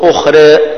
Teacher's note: ليس الترقيق، تقرب التقليل، هنا الراء مقللة